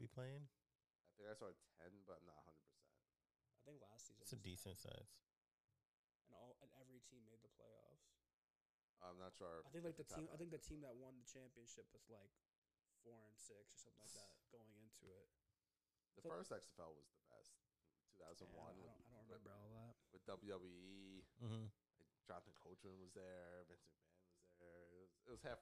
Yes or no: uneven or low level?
yes